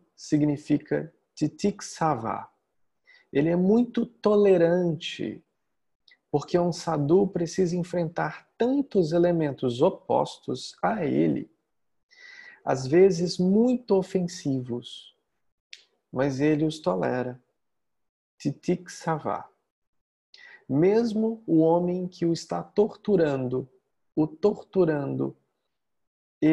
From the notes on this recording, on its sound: Online via Zoom